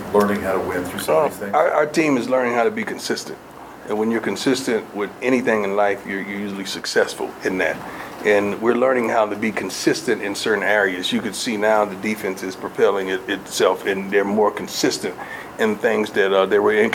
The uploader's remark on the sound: during Colorado's weekly press conference in the Champions Center